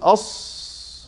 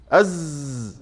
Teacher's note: قالوا صوت زائد يشبه صوت الطائر عند النطق بحروفه · Term: الصفير